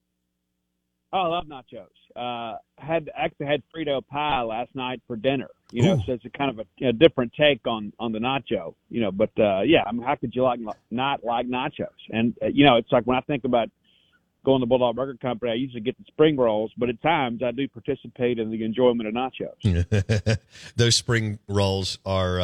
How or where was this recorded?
phone line